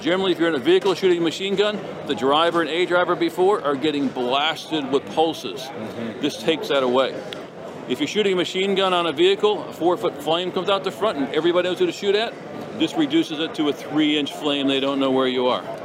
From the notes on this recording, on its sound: at the 2022 NRA Annual Meetings & Exhibits in Houston